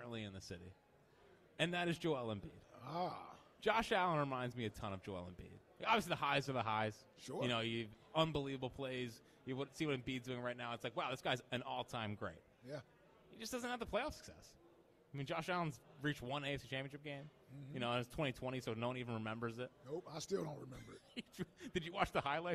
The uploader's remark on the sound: live from Chickies in South Philly